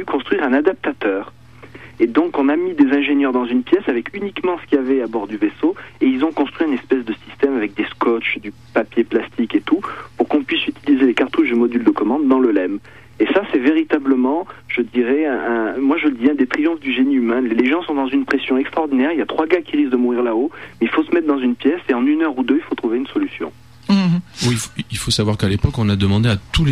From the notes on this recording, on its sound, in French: par téléphone